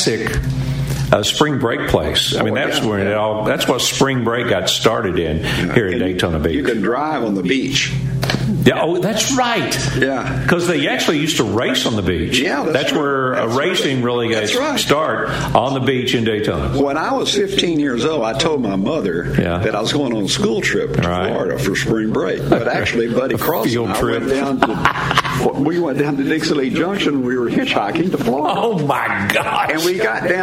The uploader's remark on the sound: LIVE from Daytona International Speedway!